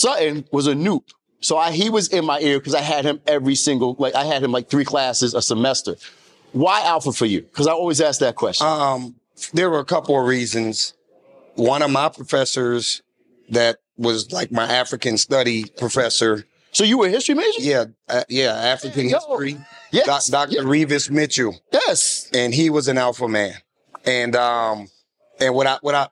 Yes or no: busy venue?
yes